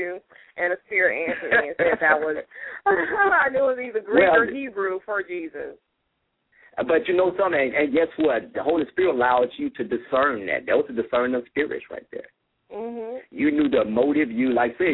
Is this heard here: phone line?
yes